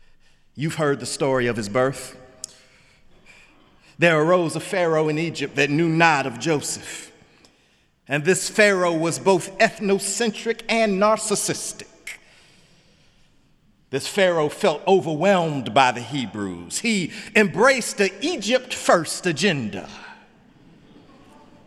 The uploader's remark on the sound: in the Memorial Church